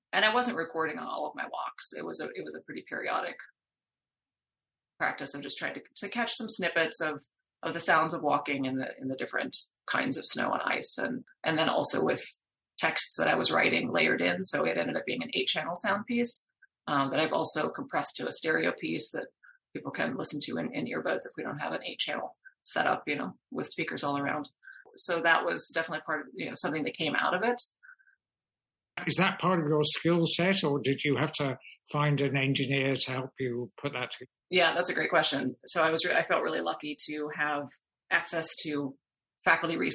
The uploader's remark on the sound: talk over the Internet on a Zoom call